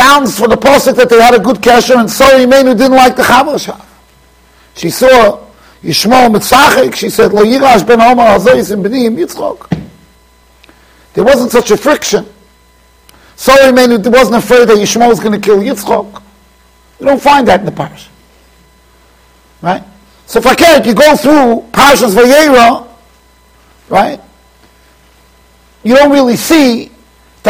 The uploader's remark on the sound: Shiur recorded in Yeshivas Ohr Reuven, Monsey NY.